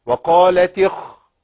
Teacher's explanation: كسرت التاء، ما دي تاء التانيث، لكن حركت بالكسر ليه؟ لالتقائها بساكن · Term: التقاء الساكنين